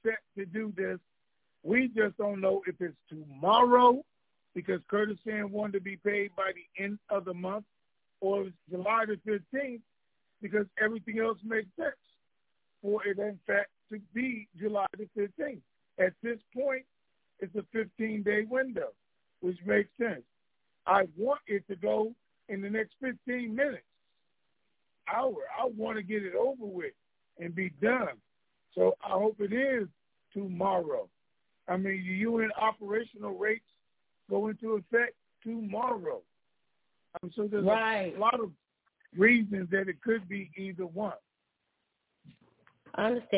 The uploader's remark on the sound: Conference Call